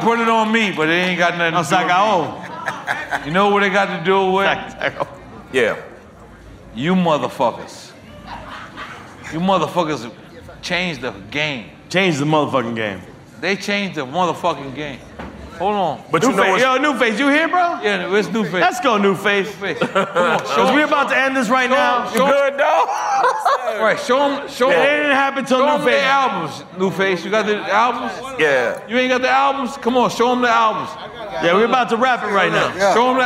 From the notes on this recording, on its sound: Live from REVOLT World